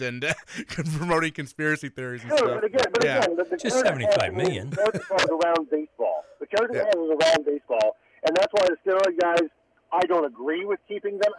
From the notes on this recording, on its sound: In-studio. Calls in as well!